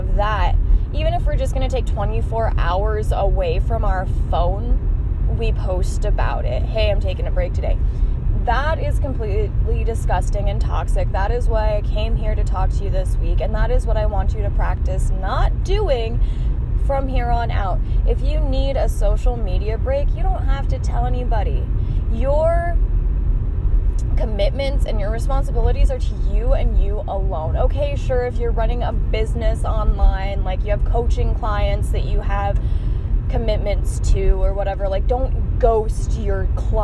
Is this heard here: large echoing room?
no